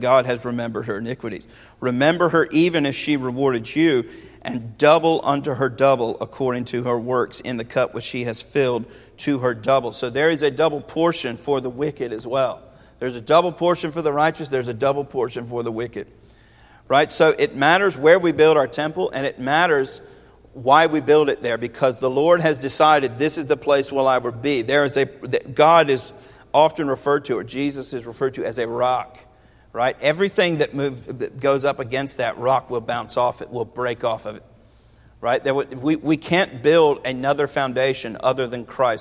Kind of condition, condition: setting, large echoing room